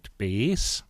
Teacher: Also aus dem langen «ö» gibt es ein langes «e».